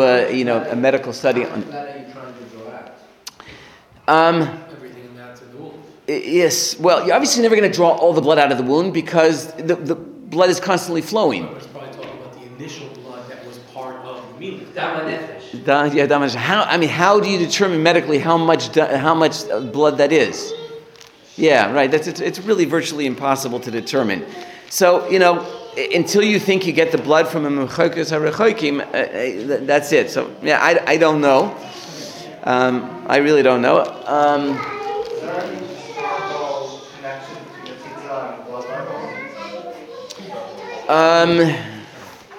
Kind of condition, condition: setting, live audience